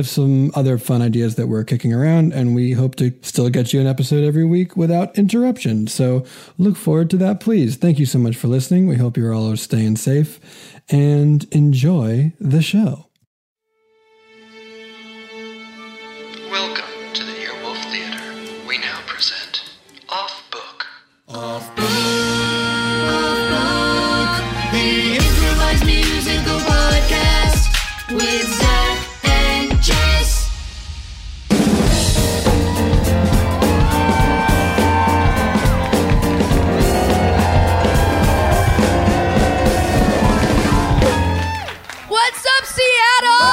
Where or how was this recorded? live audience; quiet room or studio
live audience